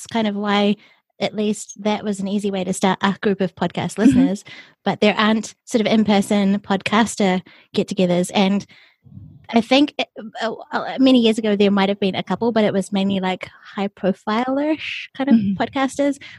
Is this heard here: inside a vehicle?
no